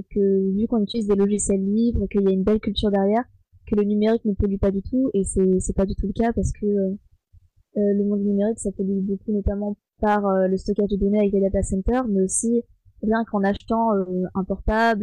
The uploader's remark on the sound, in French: Émission enregistrée le 8 avril 2020 sur Mumble, dans le salon La voix est libre du serveur de Picasoft. Émission enregistrée le 8 avril 2020 sur Mumble, dans le salon La voix est libre du serveur de Picasoft.